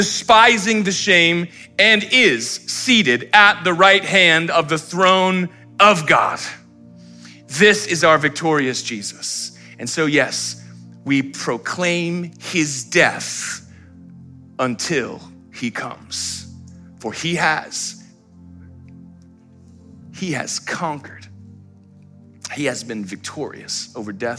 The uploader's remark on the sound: Live stream of our Good Friday Communion Service.